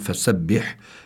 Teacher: الحاء هون فسبح بيكون فيها همس